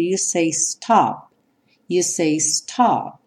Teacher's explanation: Esse P, ele não tem realmente um som próprio.